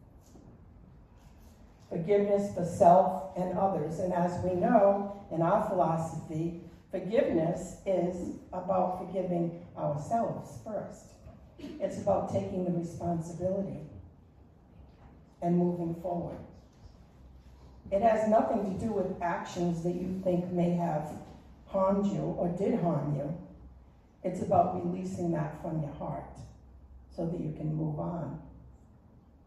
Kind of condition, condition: setting, large echoing room